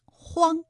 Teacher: 还有一个后鼻音荒，韵母是昂